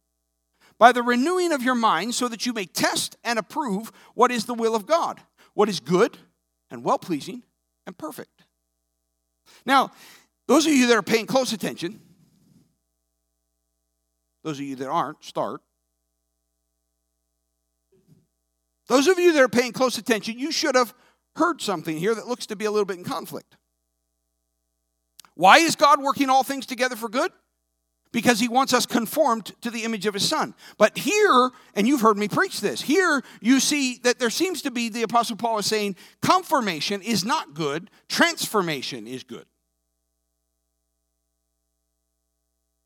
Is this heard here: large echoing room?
yes